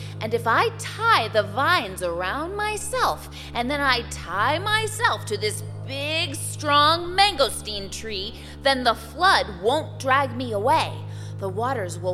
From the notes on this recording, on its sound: Recorded live